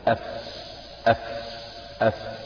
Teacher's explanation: لذلك يقول ومن بطن الشفة، يبدأ الكلام عن مخرج الفاء من قوله ومن بطن الشفة فالفاء مع اطراف الثنايا المشرفة، فالفاء تخرج من بطن الشفة أي السفلى مع اطراف الثنايا المشرفة، اللي هي المشرفة يعني البارزة أو البادية.